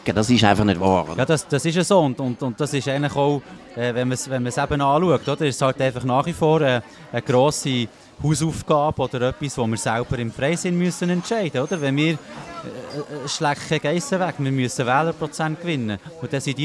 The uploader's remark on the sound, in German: Bern einfach Live aus der Bellevue-Bar